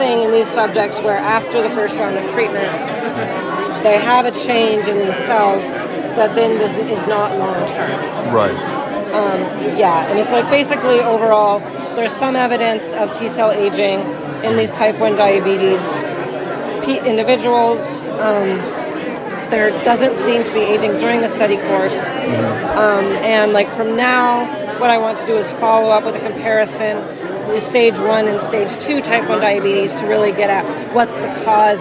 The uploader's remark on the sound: recorded during IDS Paris 2023